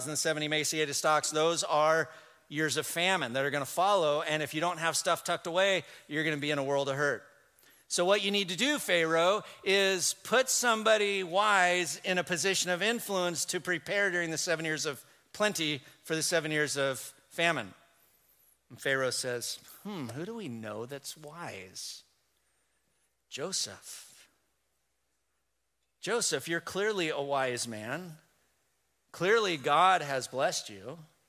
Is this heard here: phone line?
no